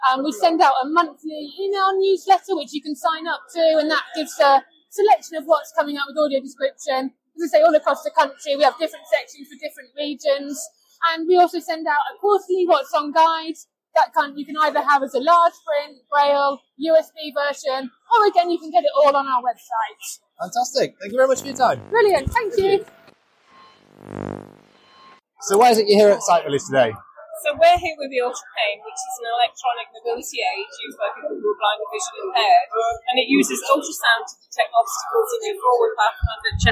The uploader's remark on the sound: Sight Village 2023 Special. We recorded on a very busy show floor so apologies for the audio quality.